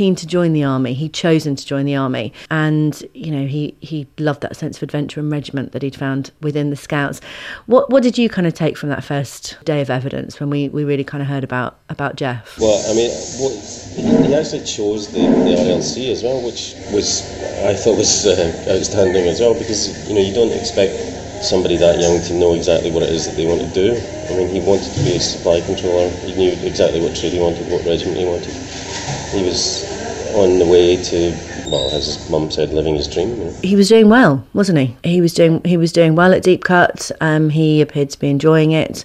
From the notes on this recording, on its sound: in a cafe near court this week, hence the background noise